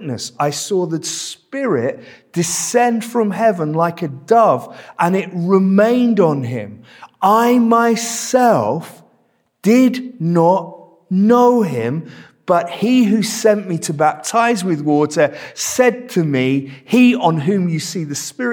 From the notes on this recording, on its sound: This sermon was preached at Welcome Baptist Church on Sunday 20th November 2022.